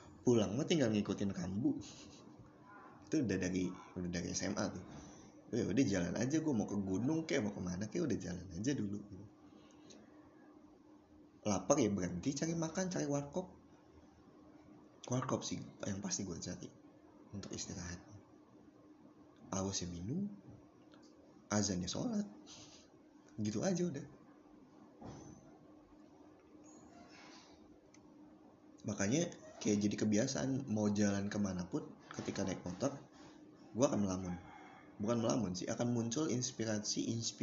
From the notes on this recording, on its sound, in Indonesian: Maafkan ayam dan suara lainnya yang rese.